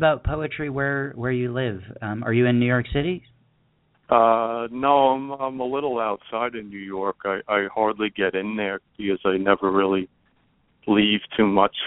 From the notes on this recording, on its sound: Poets calling in to read their poems from Stubenville, Ohio, Canada, Long Island, New York, Bangor Maine, Birmingham, Alabama, New York City, New York and Redondo Beach, California.